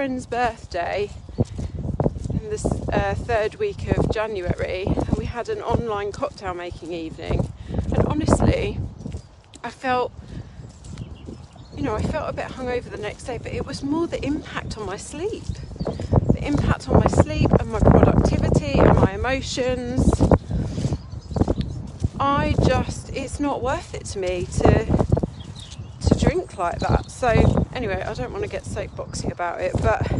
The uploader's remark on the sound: I recorded this episode out walking Henry so at some points you can hear a little bit of wind!